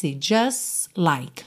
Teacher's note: você não ouve o T de just, já junta o S, just like, no L, tá?